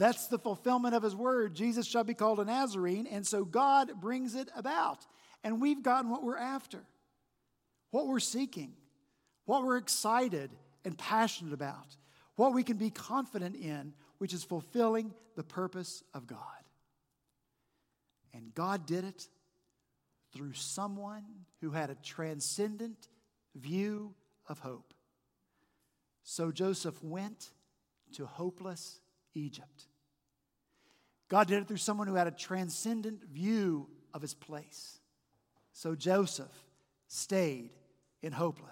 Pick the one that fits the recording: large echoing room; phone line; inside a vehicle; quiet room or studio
large echoing room